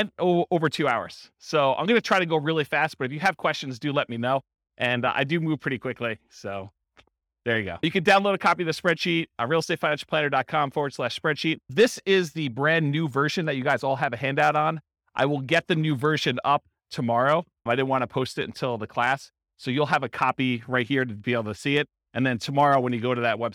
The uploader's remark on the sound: This was a live class recorded